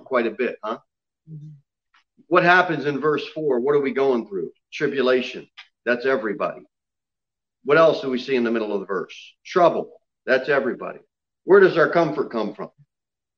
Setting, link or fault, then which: setting, large echoing room